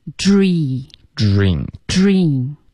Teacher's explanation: 它是要有一个滑动的开头嘴唇是撅起来的然后结尾嘴唇就放松了这个变化很重要 dry 对吧 dry 它是一个比较连贯的一个感觉而不是 drink dive OK 所以这种音呢就大家慢一点来然后注意嘴唇然后卷舌然后再放松嗯嘴唇卷舌然后放松 yeah dream dream dream 对 laundry